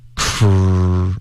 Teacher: 先卷舌 r，OK，嘟嘴，OK，然后再发一个 k 的音进入到这个嘴型，cr，你有没有听到这个 r 的音就非常饱满了。Crazy，OK，不是 crazy，是 crazy，会比较连贯，OK，所以这整个一句话呢，我们来练习一下。好，这一句话从头到尾就是 This switch thing has been driving me crazy. · Term: 卷舌音